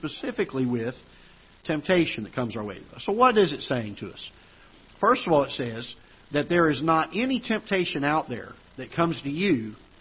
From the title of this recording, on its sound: Ketha Heights Baptist Church ~ Live Broadcast